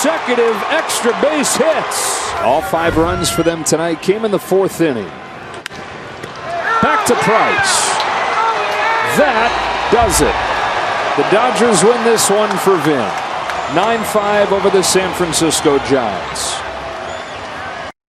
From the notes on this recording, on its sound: LIVE from Oracle Park in San Francisco